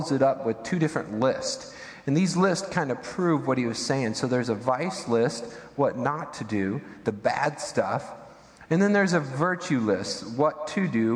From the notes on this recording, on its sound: Midland Evangelical Free Church Sermon Audio